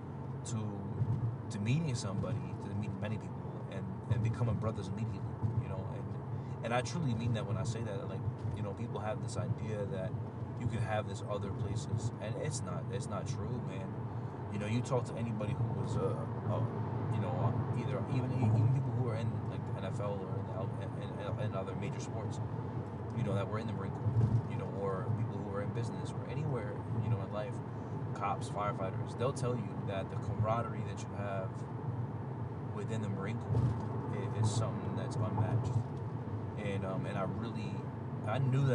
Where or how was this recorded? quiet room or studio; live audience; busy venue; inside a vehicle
inside a vehicle